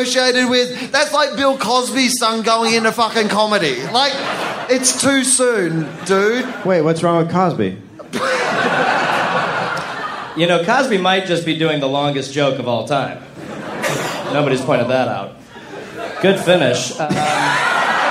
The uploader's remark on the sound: live at The Comedy Store in Sydney, Australia.